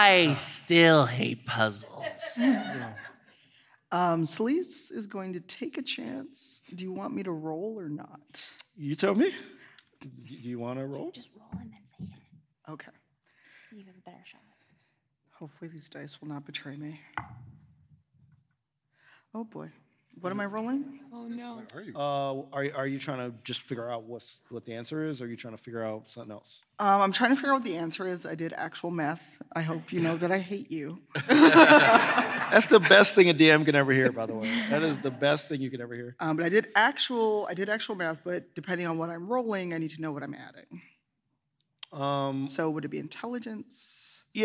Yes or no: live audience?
yes